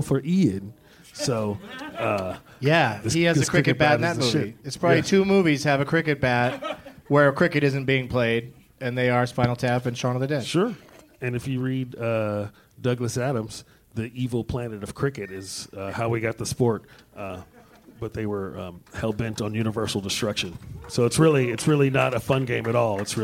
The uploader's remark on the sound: Live from the Punch Line in Sacramento.